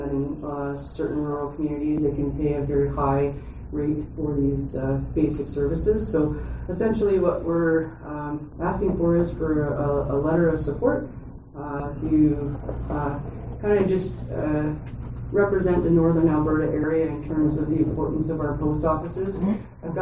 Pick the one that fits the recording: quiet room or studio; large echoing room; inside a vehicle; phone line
large echoing room